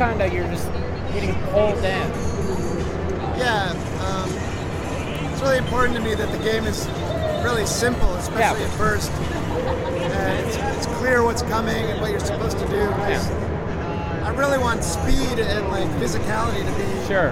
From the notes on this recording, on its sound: audio interviews that I did while at PAX East 2016